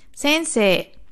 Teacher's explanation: Ist es aber ein Wort und nach diesem E, nach dieser E-Silbe kommt ein I, verlängert hundertprozentig dieses I das E. Das heißt, es ist ein langes E, nicht Sei, sondern Se in diesem Fall.